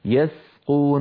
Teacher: ولا نقول يسقون بتفخيم السين بسبب مجاورتها للقاف